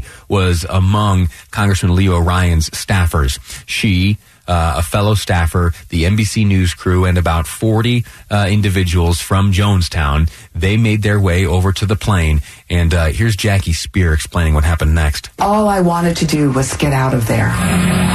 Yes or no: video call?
no